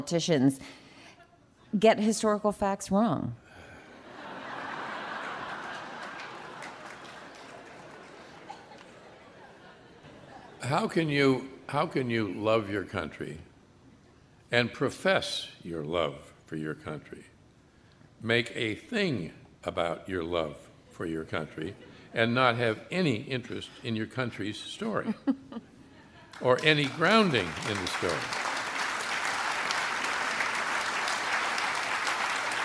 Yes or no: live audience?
yes